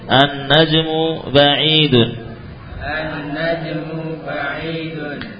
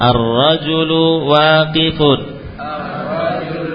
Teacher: Al yang masuk ke huruf-huruf syamsiyah ya dibaca dengan idgham